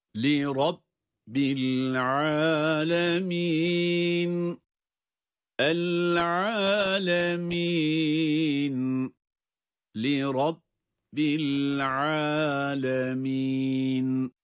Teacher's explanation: Rabbi kelimesindeki ra, bu da kalın tabii ki.